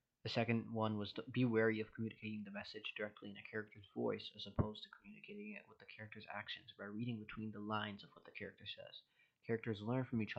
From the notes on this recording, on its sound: Sorry for the mic quality, better one on the way.